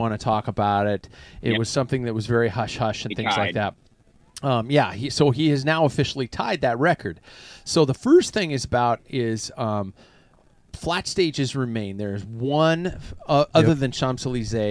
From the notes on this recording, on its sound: The Packfiller - On The Road. Well, we are definitely roughing out this episode. From the Packfiller Mobile Studio (it is actually an RV), with a few glitches that came along the way.